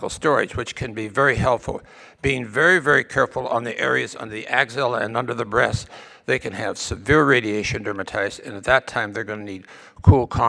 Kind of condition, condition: setting, large echoing room